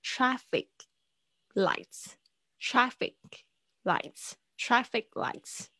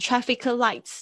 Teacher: yes<laughs>。好的，好，那我们就是在这边就是再，就是说一说，呃，然后我们就要进入下一个部分，就是要来考大家中文的意思咯。，嗯，所以我们在记忆的时候，如果哪一个你觉得还不熟的话，记得可以划重点高亮起来。好，第一个是 landmark，landmark。Lose one's way– lose one's way– direction– direction 或者是 direction 都可以。Citymap，City map 接下来是 trafficlights。哦，我这边不要想，不要再听到 trafficlights。哦，这是我说，这个 C 我发现大家普遍发得太重，或者是说不太清楚这个，两个这个 consonants，就是辅音的关系。如果这两个它连在一起的时候，可能前面这个声音呢，它要有发音的位置，但是不爆破出来。 · Shown in: first take